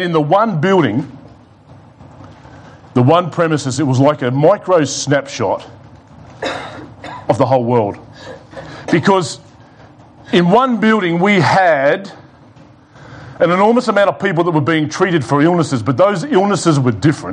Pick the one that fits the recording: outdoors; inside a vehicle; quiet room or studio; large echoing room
large echoing room